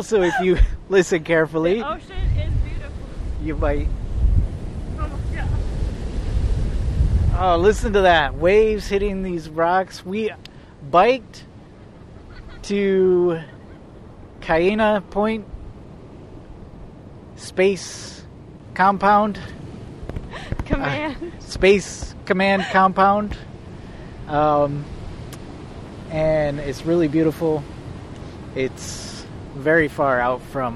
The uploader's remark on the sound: recorded on the ground in Hawaii